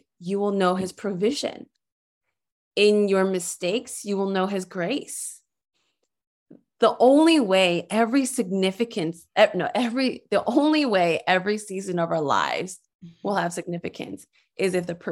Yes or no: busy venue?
no